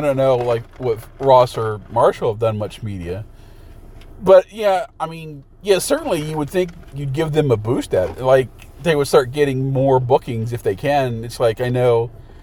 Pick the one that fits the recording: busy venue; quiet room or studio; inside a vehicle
inside a vehicle